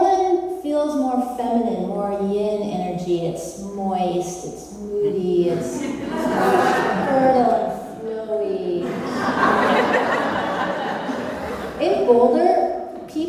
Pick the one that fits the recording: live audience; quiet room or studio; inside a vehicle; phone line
live audience